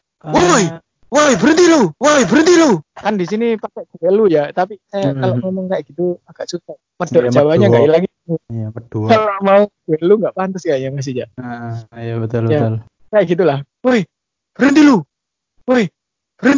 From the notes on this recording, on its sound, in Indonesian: Proses rekaman dari jarak jauh membuat suaranya putus-putus disebabkan gangguan sinyal. Ada yang tumpang tindih atau juga membingungkan akibat efek delay suara.